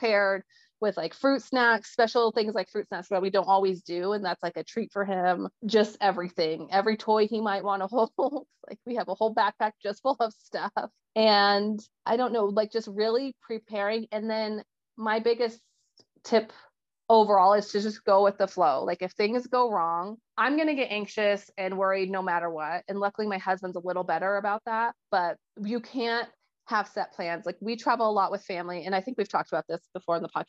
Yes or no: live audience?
no